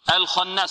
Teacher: الخاء مفخمة، والنون فيها غنة، ولا نقول بمقدار حركتين. · Term: الغنة